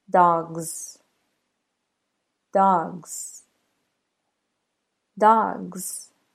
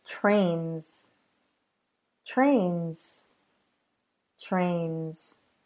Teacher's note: When an S follows a vowel or a voiced consonant, it turns into a Z sound.